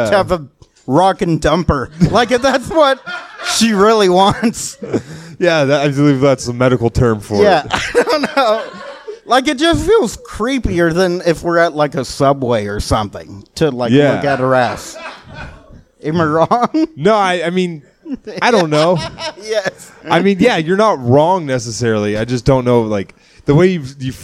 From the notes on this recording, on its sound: The guys are in front of a live studio audience.